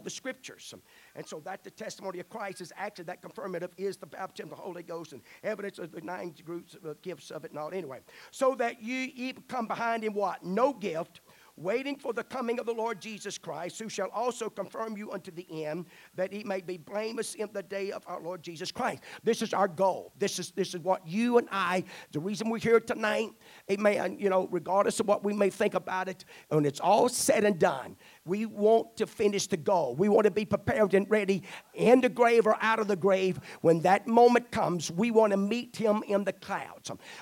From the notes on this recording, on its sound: at the First Jesus Name Church of Benndale on the Wednesday night of 2 - 7-2024